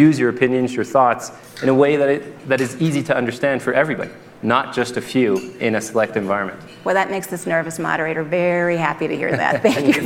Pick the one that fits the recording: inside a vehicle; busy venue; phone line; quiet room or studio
busy venue